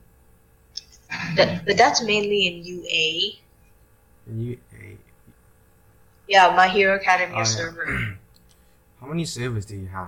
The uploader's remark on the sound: Again, the sound quality is rubbish. Oh and also, in the beginning, you can hear someone else.